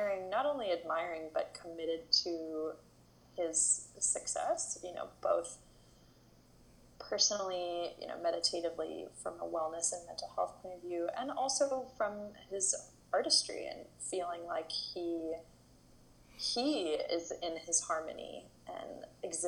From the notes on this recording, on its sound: this conversation was recorded over FaceTime